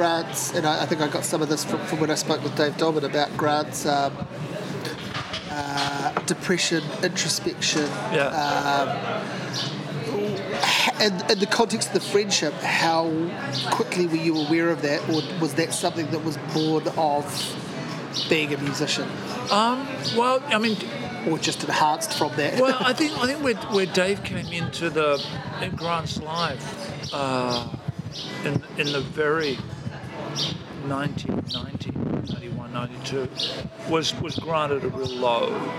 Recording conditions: wind noise